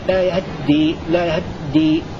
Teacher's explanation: ولو أن سكون الهاء مع تجريد الدال صعب في تحقيق النطق به، لأن الهاء حينما تسكن والدال المشددة الأصل فيها دالين، الأولى ساكنة فيلتقي ساكنان، فلا بد من تحريك الهاء بعض الشيء، ولكن يكون الغالب فيها السكون